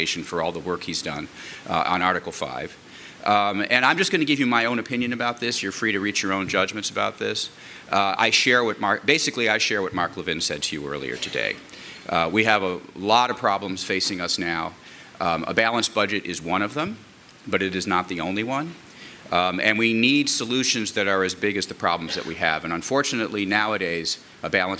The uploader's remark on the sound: At a 2014 panel given before a group of state legislators